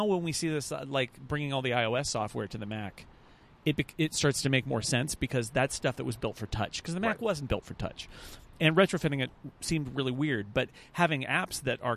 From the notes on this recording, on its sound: This week we recorded outside in San Jose for WWDC.